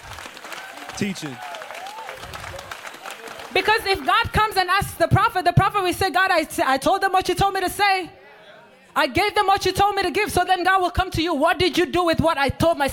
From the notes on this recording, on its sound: This message was recorded live.